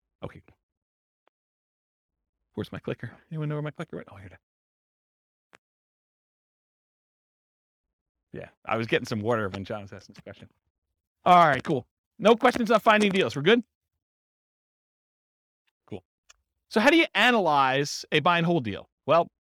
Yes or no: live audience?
yes